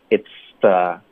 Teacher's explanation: 这个 it's thelast，那是最后一次会见到我们，嗯，而不是以后不会有了，而就是那一次是最后，嗯，所以我们就是最后一次了。对，就是我们看的那个时间点是不一样的，我们在描述的时间点是不一样，可是意思是一样的，嗯，所以这个就值得我们多练习。OK，嗯，好，那这个开头有一个 it'sthe，注意我们的 t 的音跟 the 最好是连着发 it's the，不要停顿，OK，一口气连发 it's the last 特音跟 youare。我们连读用一个变音技巧，就发 lastjer，就变成一个 jer 的音了。因为 t 连到 y，经常就会变成一个 ch 的音或者一个 g 的音。那因为有一个 s 的音先，我们就会浊化，就变成